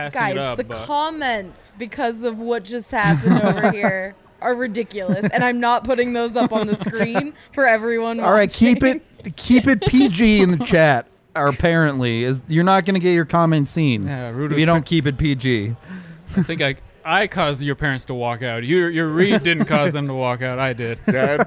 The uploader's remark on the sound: a live post-game show from the DNVR Bar